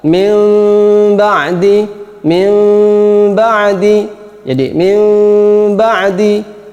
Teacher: memberikan rongga sedikit kecil tipis di antara dua bibir untuk iqlab dan ikhfa syafawi · Term: furjah khafifah